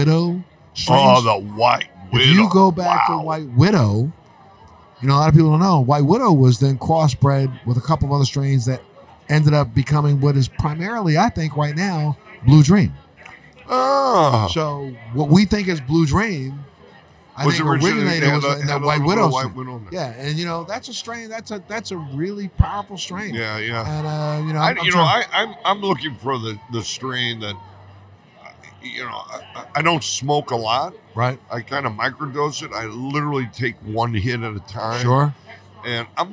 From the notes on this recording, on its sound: at the NECANN cannabis conference in Boston, MA